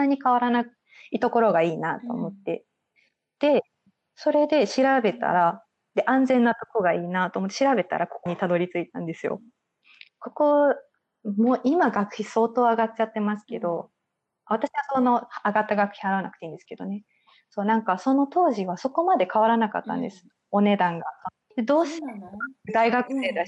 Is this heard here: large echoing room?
no